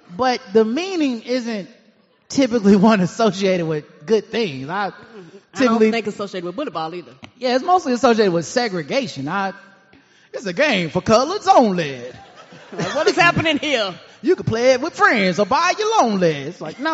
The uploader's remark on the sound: Live at the Knight Theater in downtown Charlotte, NC.